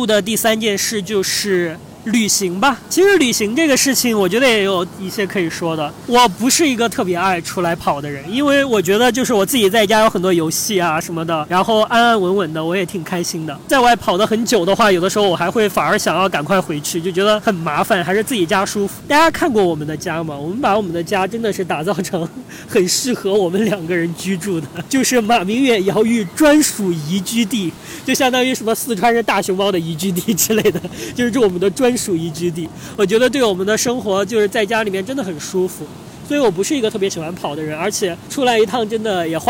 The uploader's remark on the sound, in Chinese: 这期节目是在夏威夷的海边录制的，所以声音有一些嘈杂，先跟大家说声抱歉啦。